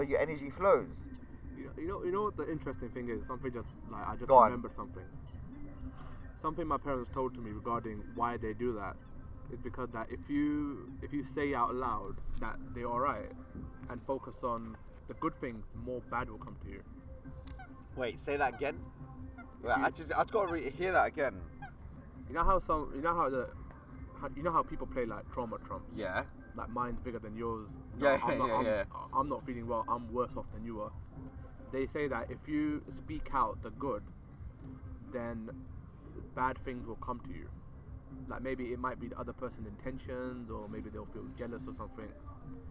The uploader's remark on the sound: The episode is recorded in the middle of a park at night! Featuring music from a nearby party and lots of ducks and geese! This time around we have also decided to post an episode uncut, so you can hear a bit of the background process of recording a podcast as well.